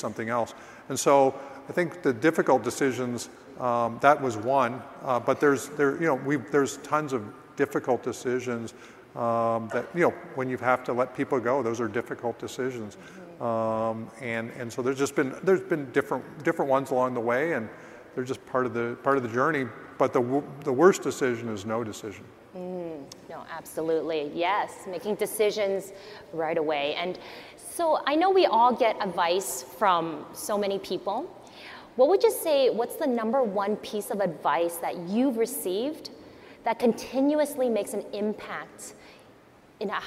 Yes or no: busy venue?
yes